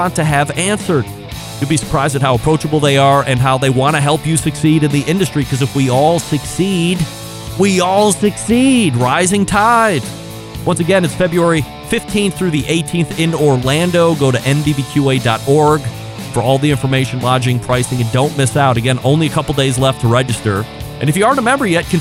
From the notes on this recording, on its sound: CookOut News Is Invading Las Vegas For The National Hardware Show! On location this evening.